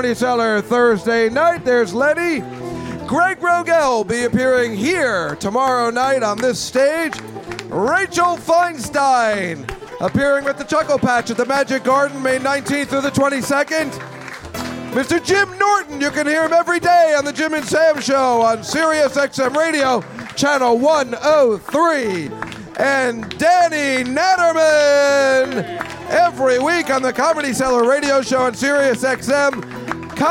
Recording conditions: live audience